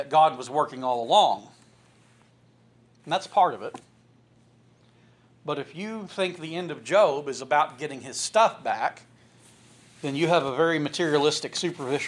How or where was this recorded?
large echoing room